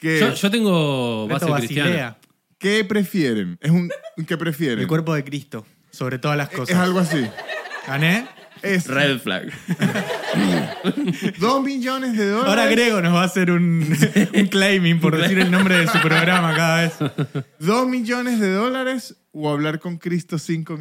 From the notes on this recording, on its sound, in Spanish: Estamos EN VIVO en TEATRO BORDER